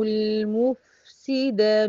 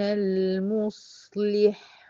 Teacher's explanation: اللام بتاعت المفسد متوسطة والفاء رخوة أطول من اللام في الزمن